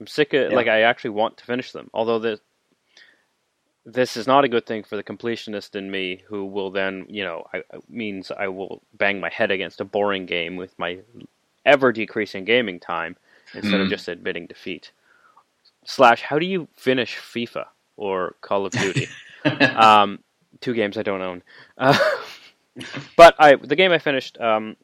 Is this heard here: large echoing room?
no